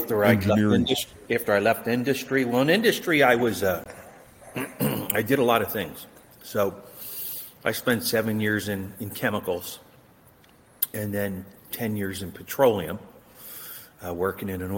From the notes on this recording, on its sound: Visits in the pub. Who hails from Pennsylvania (despite technical challenges of computers).